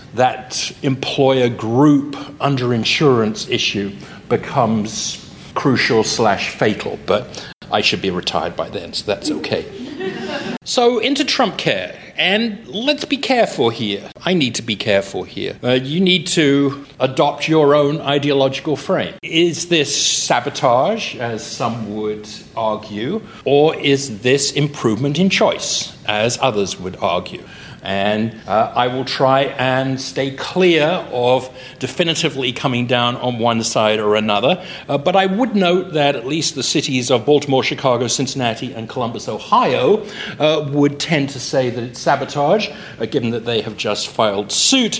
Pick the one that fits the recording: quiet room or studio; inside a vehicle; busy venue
busy venue